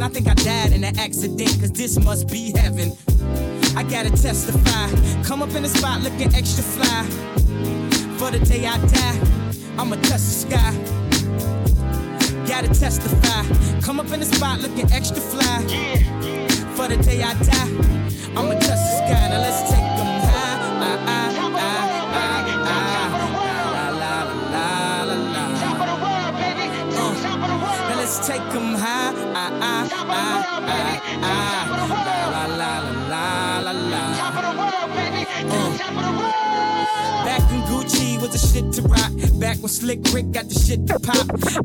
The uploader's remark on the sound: Live Recording of one of my resident sets at BLVD Bistro in Harlem. It was a slow night so I was able to focus in on making sure to record for you guys.